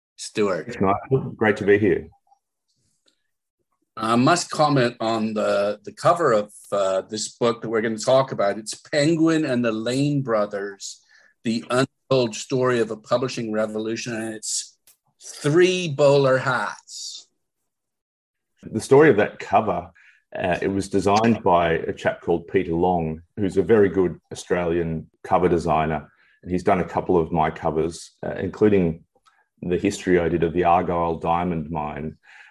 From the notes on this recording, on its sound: via Zoom